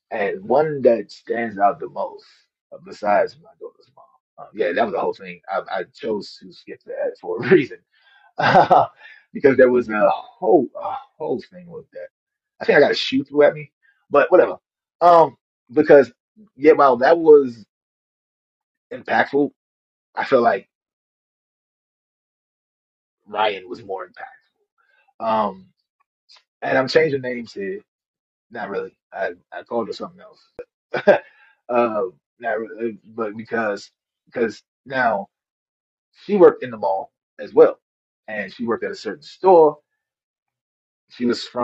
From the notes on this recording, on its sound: This was a live talk given to over 2100 listeners. Please forgive the audio a little.